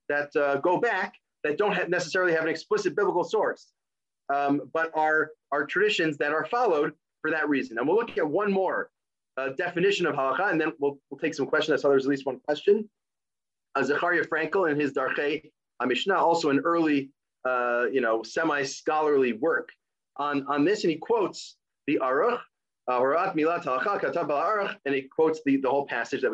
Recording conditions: video call